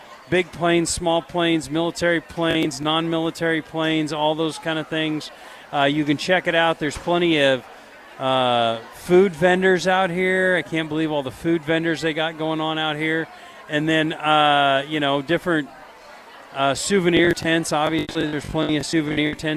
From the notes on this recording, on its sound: LIVE from Lincoln Airshow